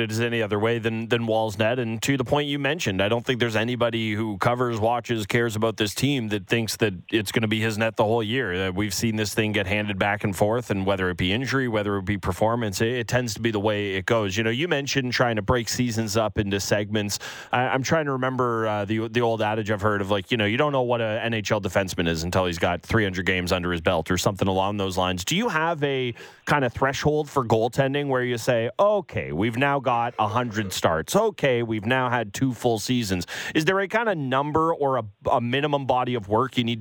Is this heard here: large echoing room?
no